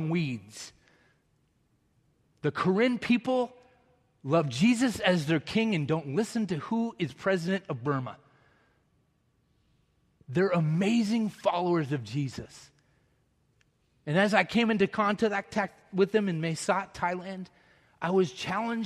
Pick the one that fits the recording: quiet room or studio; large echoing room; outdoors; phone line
large echoing room